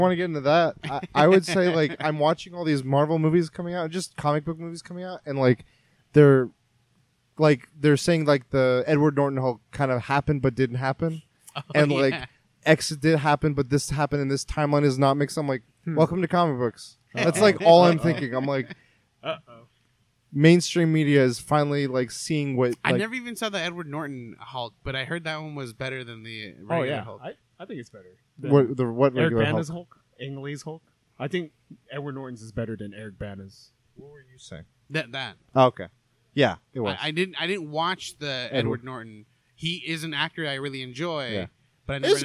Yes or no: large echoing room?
no